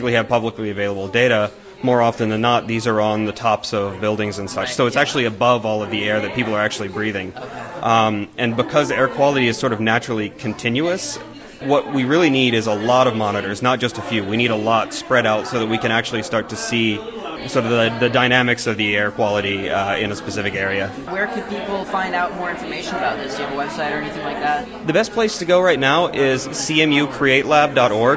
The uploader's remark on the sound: Big crowds at this Carnegie Melon event, so the sound quality is not great.